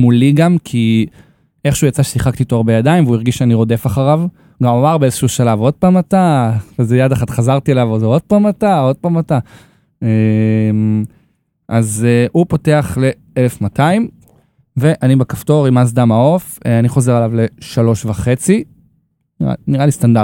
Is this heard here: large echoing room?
no